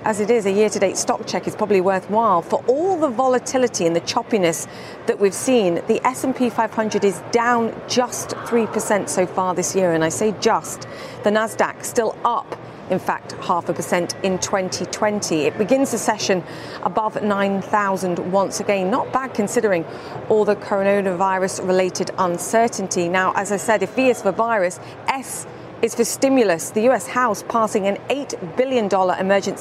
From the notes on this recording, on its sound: live from The New York Stock Exchange